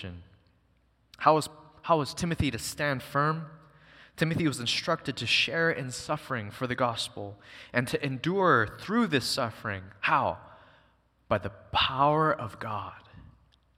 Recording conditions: large echoing room